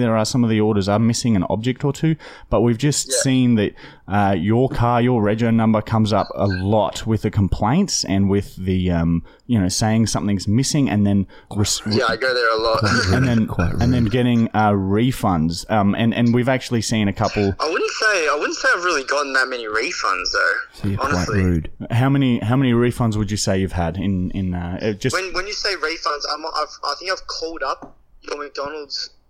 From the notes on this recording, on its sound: Angry McDonalds Manager Prank Call! Then we prank call a guy pretending to be an annoyed McDonalds manager.